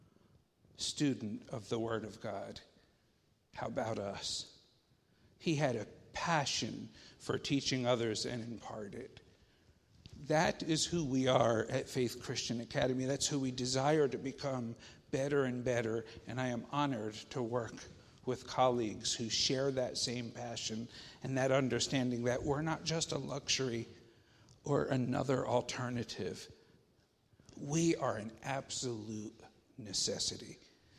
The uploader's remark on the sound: Faith Baptist Church in Hamilton, NJ.